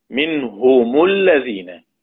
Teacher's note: ومنهم الذين ماذا نفعل؟ بنضم الميم، نضم الميم، منهم الذين بنضم الميم، ده الأصل.